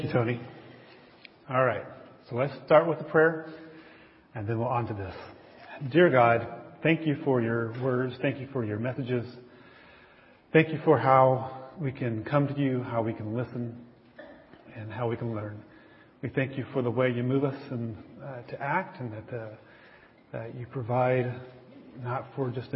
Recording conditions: large echoing room